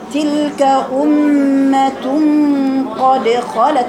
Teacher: تلك أمة مش تلك أمة. تلك أمة دي تسهيل في الهمزة